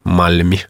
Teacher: Ja liudennus tarkoittaa sitä, että ääntä äänettäessä kielen etuosa nousee ylös kitalakeja vasten. Esimerkiksi Virossa se perus L on liudentunut. Esimerkiksi mä tunnen joitakin virolaisia täällä Suomessa, niin ne lausu vaikkapa Malmin aseman nimen Malmi.